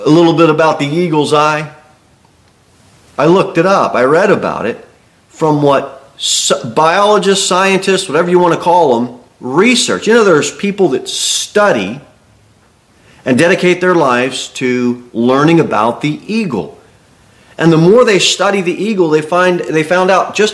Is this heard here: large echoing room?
yes